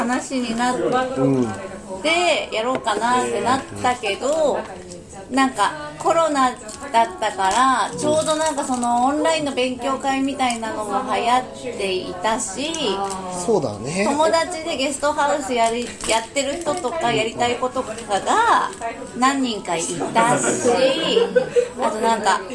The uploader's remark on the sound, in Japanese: 滝上町オフライン収録！新オープンするふくらい家潜入収録！